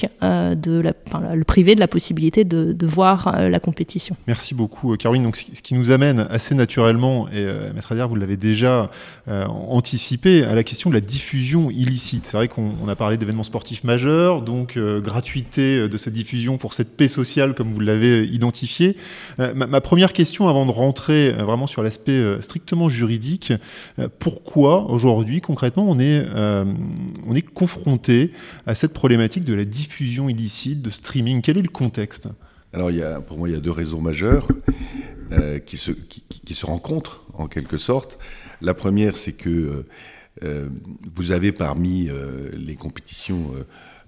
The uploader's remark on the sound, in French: Cet épisode a été enregistré en marge de la conférence « Les défis du sport face à la propriété intellectuelle », organisée par l'Association des Masters du CEIPI (AM CEIPI) et la Commission ouverte de droit de la propriété intellectuelle (COMPI) de l'Ordre des avocats du Barreau de Paris.